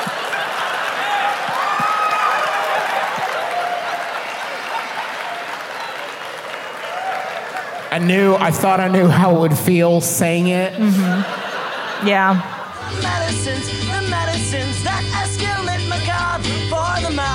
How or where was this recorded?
live audience